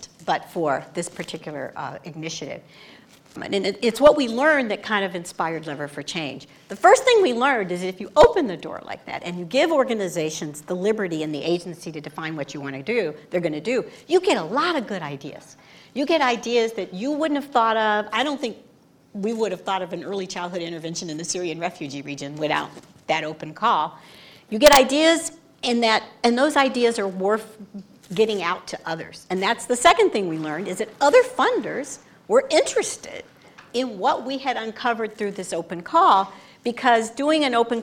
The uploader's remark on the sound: Recorded in front of a live audience